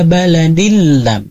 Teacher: meleburkan huruf tanwin atau harokat tanwin ke huruf lam, ya, dan tanpa ada gunah · Term: idgham